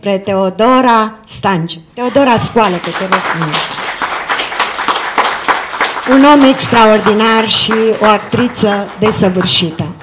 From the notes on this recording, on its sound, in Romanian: O secvență inedită în cadrul Seratei Eminescu, a oferit Teatrul NostruM, al UZPR. Înregistrare live din sala AGIR, București.